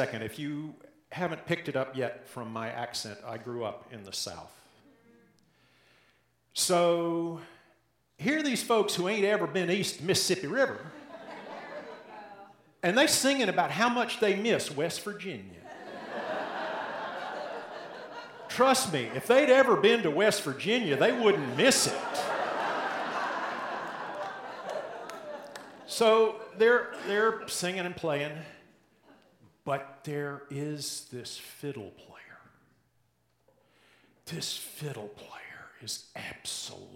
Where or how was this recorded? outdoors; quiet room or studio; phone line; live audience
live audience